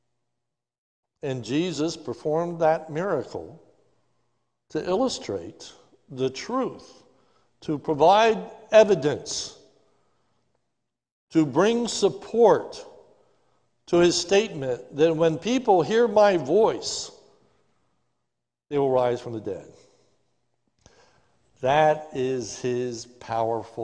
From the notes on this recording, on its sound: This is a sermon recorded live at the Lebanon Bible Fellowship Church on 12/13/2020 during the morning service